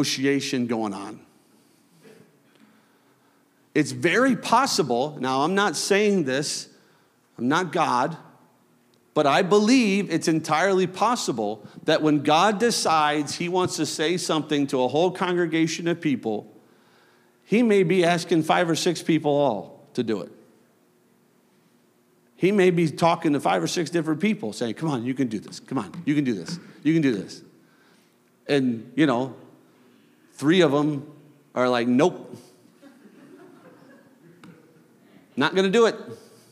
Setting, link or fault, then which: setting, large echoing room